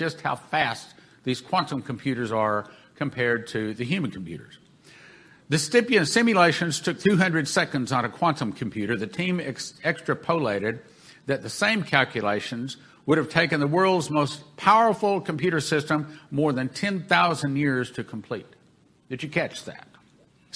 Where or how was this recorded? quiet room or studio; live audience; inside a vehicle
live audience